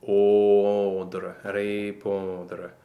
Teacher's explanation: an O nasal, which is formed with a very closed O under it